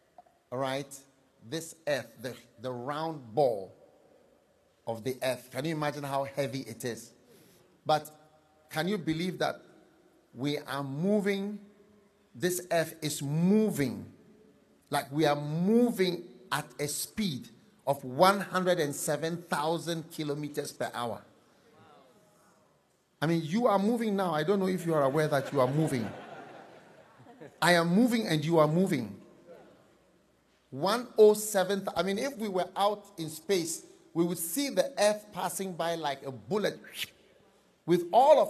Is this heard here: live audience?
yes